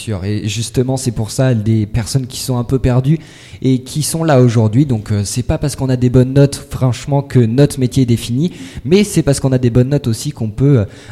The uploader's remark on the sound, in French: Emission réalisée en direct samedi 3 février 2018 lors du forum de l'orientation du Lycée Rémi Belleau.